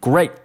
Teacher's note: 那这个 great 这个 t 也会被省略掉